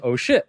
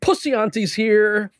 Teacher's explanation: sometimes in the Gujarati language and a few other Indian languages, the SH sound is sometimes switched with an S sound · Shown in: second take